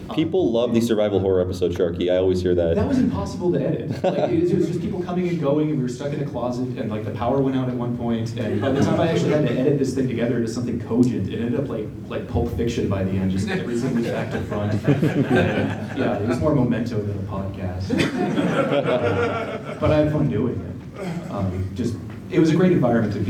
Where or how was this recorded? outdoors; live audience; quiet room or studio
live audience